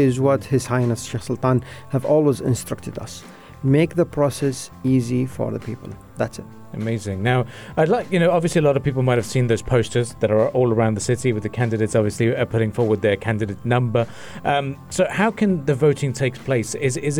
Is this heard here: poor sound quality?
no